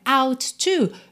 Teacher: Junta num T só, out to